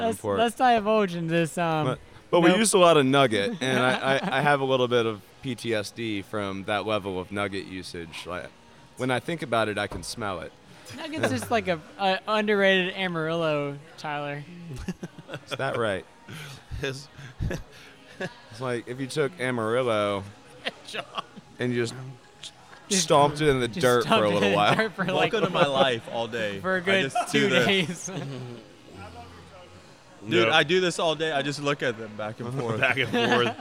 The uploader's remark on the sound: This week we stop by Urban South HTX